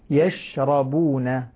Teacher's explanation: لاحظ الشين فيها التفشي بدون قلقلة